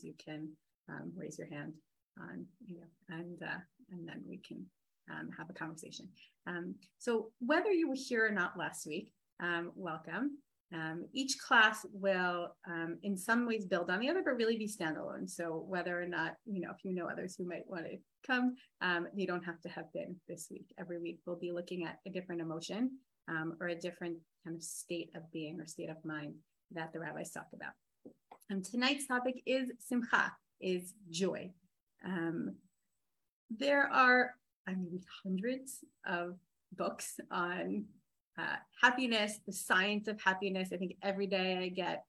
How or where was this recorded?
video call